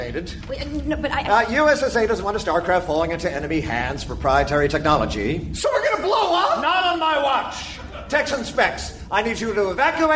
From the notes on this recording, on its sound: Recorded Live 8/6/2011 at Largo, Los Angeles.